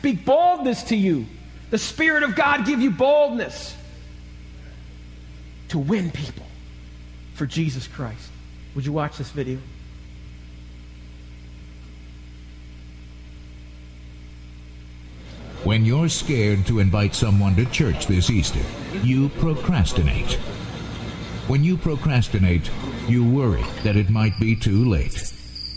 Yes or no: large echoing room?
yes